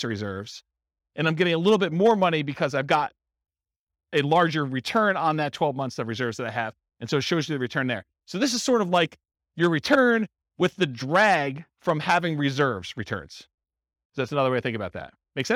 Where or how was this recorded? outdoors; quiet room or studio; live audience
live audience